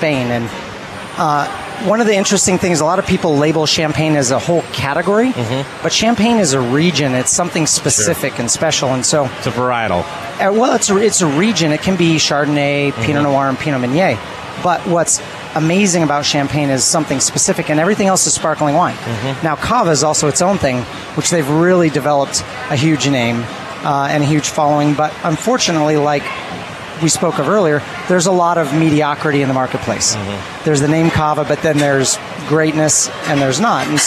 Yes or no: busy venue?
yes